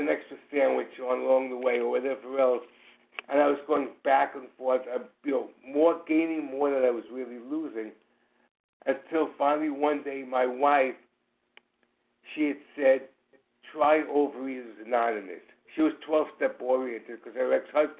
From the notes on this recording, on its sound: Qualification from the 100 Pounders Phone Meeting.